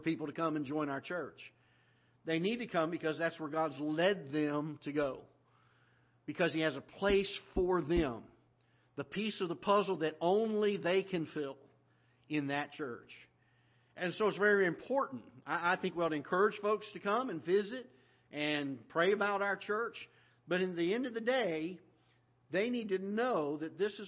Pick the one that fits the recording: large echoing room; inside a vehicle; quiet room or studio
large echoing room